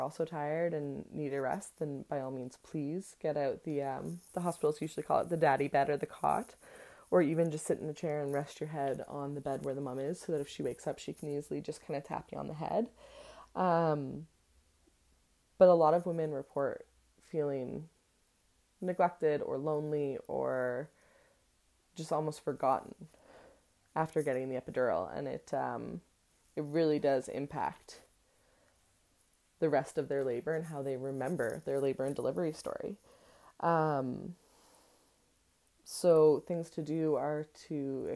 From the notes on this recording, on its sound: there is some extras noises in the audio today!